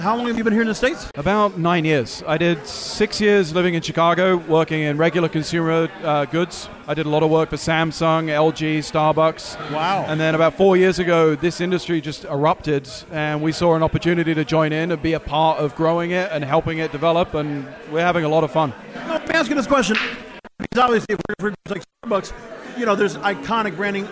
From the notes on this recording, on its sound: Live From The 2019 USCC Expo.